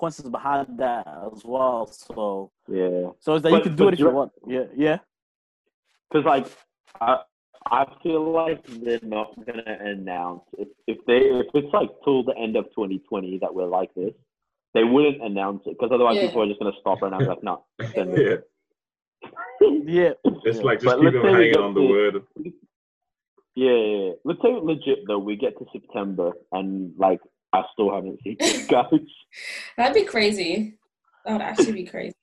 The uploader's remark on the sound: Welcome to our first over-the-phone podcast.